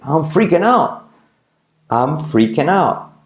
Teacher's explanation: La T de out casi no se dice.